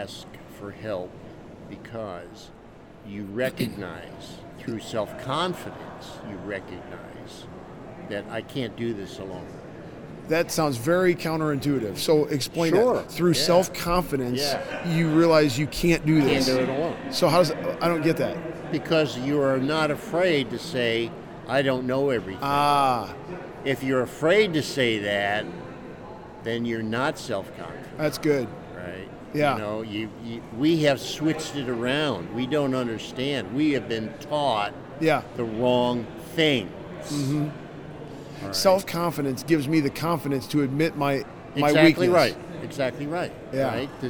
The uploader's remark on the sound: LIVE from CPE 2022!